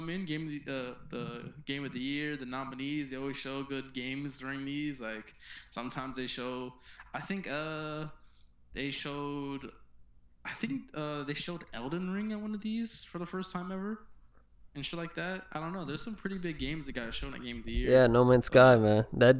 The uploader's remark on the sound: Side note the audio has a little echo to it.